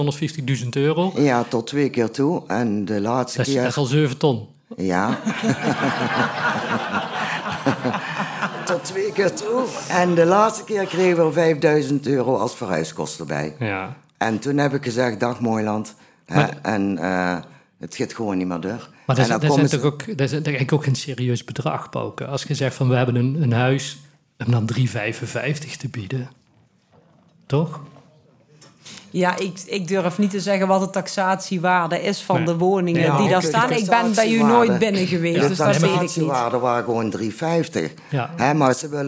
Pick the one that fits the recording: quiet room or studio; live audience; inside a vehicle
live audience